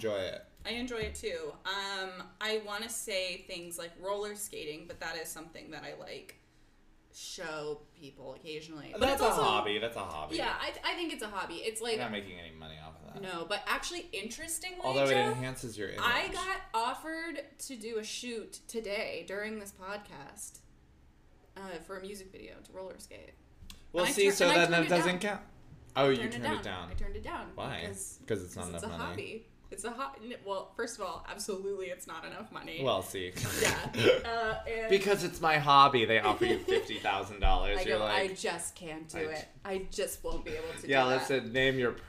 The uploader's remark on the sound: The audio file was corrupted so they are releasing a LOST EPISODE from before their podcast had a name (and before they knew how to capture decent audio -- sorry, it might be a little quiet).